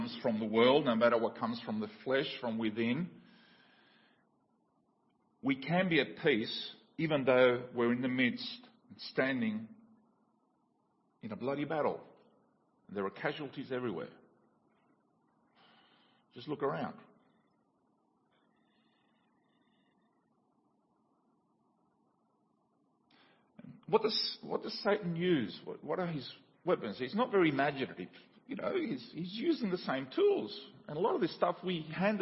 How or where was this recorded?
large echoing room